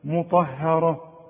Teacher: الراء مفخمة والطاء كمان مفخمة